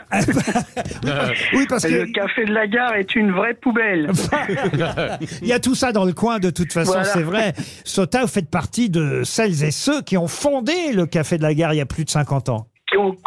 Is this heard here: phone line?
yes